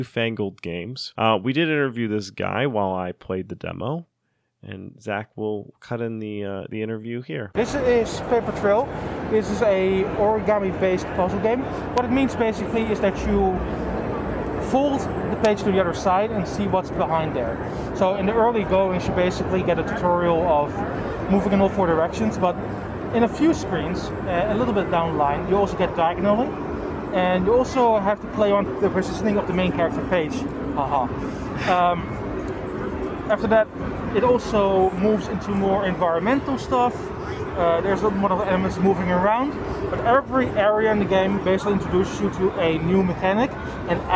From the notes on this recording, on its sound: Liveish from PAX 2023! Conducted interviews live from the floor.